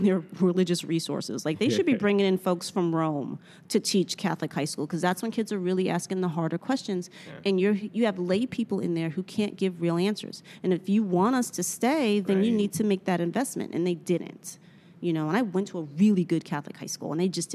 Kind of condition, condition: setting, busy venue